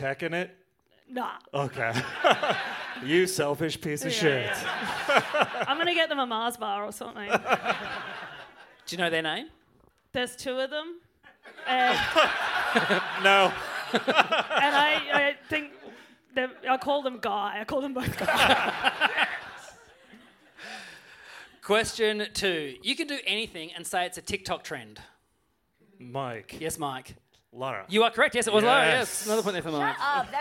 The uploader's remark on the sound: Recorded live at Morris House for MICF.